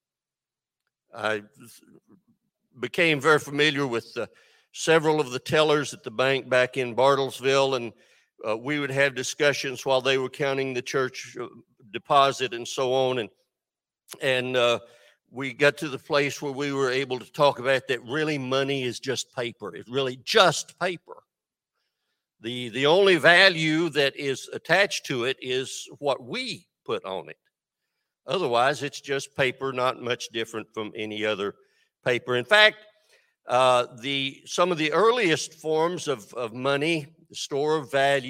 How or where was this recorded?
large echoing room